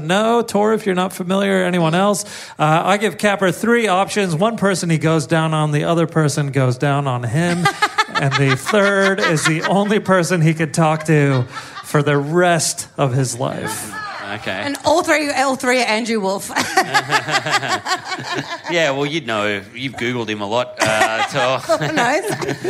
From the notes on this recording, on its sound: Live in Perth! A killer live episode.